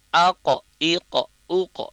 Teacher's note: huruf qaf sukun tetap dilafazkan tebal, ya. Fathah aqa, kasrah iqa, dhammah uqa, aqa iqa uqa, ya, karena qaf itu tebal.